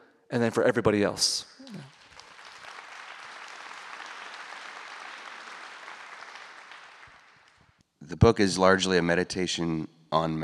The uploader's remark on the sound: from the 2023 Portland Book Festival